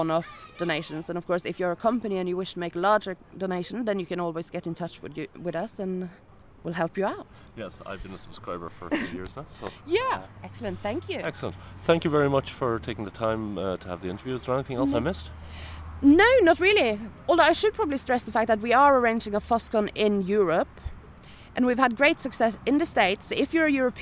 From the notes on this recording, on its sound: Todays show is a much delayed recording from OggCamp11.